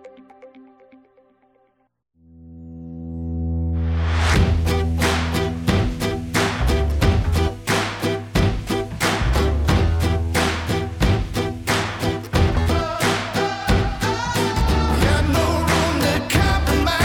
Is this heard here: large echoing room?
no